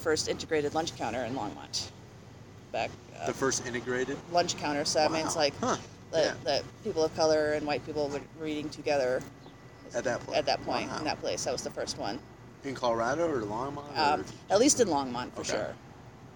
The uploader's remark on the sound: We recorded at Shoe's & Brews in Longmont, CO.